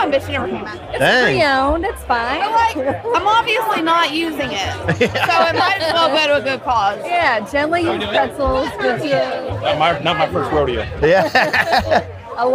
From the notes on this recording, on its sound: As we hit the road to take you live on the scene at the NC Brewers and Music Festival in Huntersville, NC. We talked to brewers and brewery reps from around the Carolinas, and heard from a few festival-goers about their favorite beers from the festival.